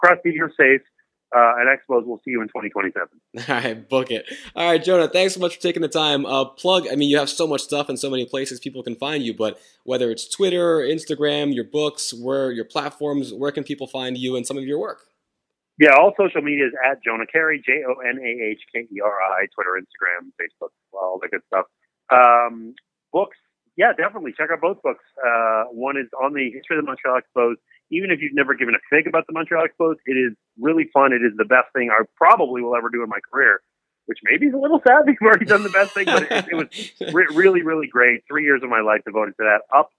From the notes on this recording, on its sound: on the phone